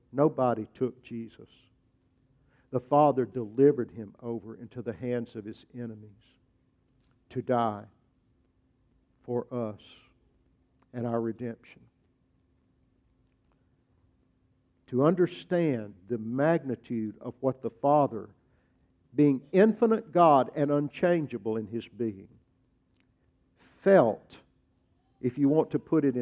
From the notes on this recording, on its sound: preached at Grace Baptist Church